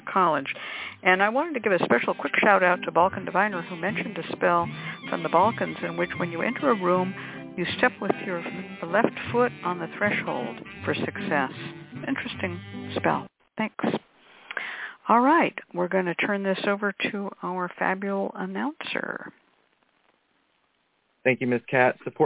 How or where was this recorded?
phone line